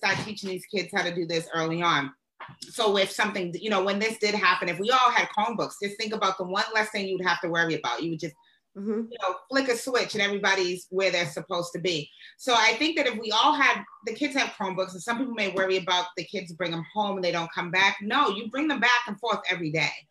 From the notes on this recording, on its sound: This has been done via Zoom